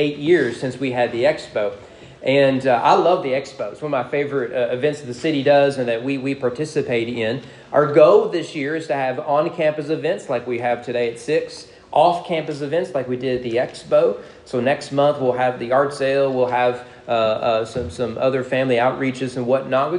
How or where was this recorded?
large echoing room